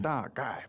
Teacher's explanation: Now, 2 fourth tones.